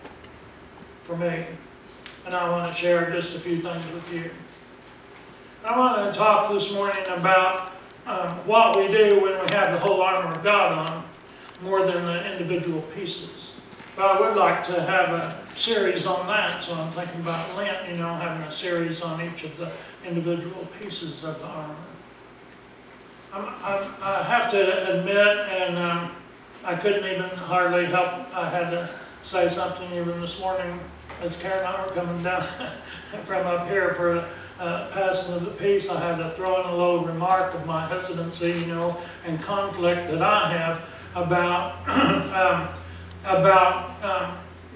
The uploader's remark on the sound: Preached at Briensburg UMC on October 27, 2019